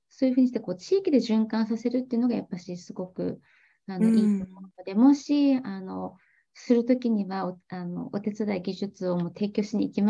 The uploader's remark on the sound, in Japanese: 勉強会音声。オンラインで開催している「月イチ勉強会」の音声を特別配信！